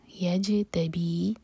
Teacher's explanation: جیم پر سکون، یہاں پر جیم باؤنس ہوگا، قلقلہ کیا جائے گا